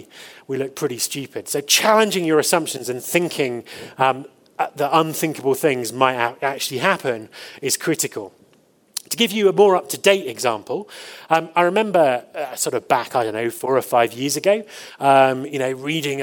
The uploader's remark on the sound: The conference organizers, The Eventful Group , made an audio recording of the presentation. Last year I was fortunate enough to deliver the opening keynote at HR Tech Fest in Johannesburg. The conference organizers, The Eventful Group , made an audio recording of the presentation.